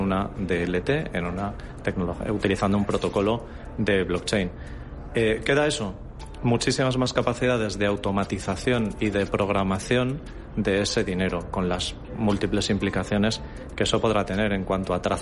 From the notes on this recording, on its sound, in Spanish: Ha participado en el programa especial de Radio Intereconomía, en directo desde el BELOBABA Tour.